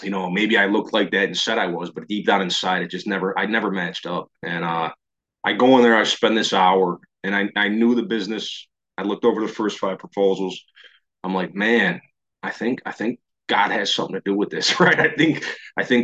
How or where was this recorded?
video call